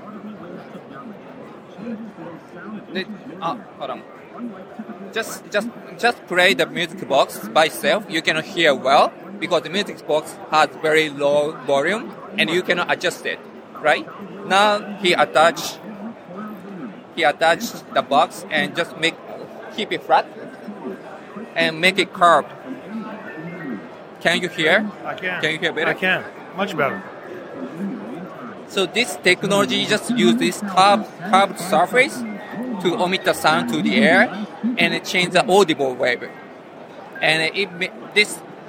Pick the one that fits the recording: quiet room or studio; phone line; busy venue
busy venue